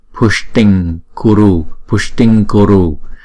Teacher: chúng ta đọc từ trong cổ họng thì chữ Anuswara này chúng ta phải chuyển thành chữ ngờ để chúng ta đọc từ trong cổ họng luôn